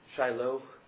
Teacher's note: the hey ending, which is just an H sound, Shiloh, sort of a breathy H at the end